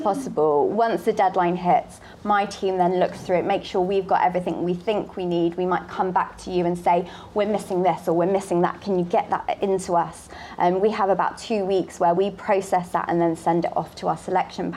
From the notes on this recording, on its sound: Speaking live at the 2022 RHS Chelsea Flower Show, listeners can feel the buzz around the project itself and hear what it's like behind the scenes.